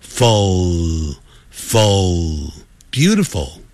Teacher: ful 的时候快要结束的时候舌尖翘上去